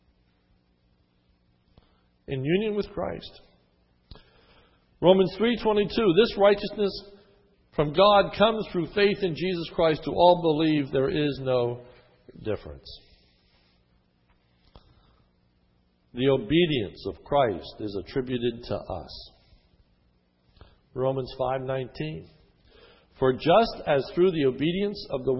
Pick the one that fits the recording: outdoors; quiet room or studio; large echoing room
large echoing room